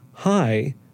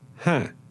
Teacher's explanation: So when they say hi, they say ha or howdy · Shown in: second take